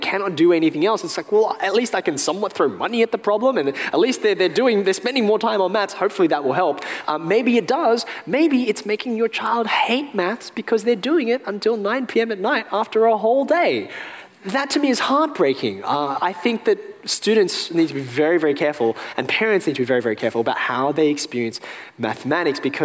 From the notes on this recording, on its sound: A special episode recorded live at the University of Sydney.